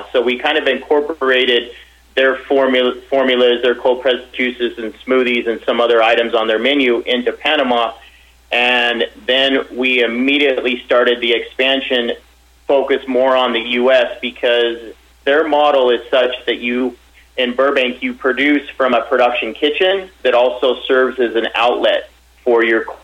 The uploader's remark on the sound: called in to SmallCapVoice